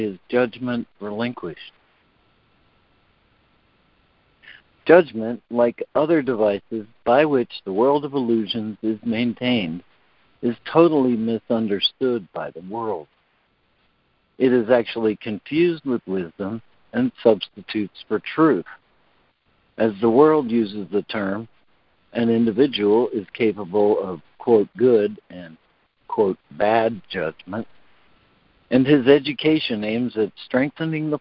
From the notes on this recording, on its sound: ACIM Daily Conference Call